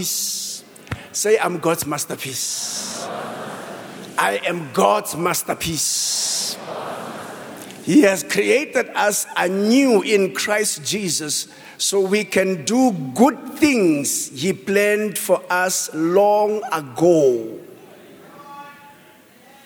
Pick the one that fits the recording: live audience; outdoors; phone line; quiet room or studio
live audience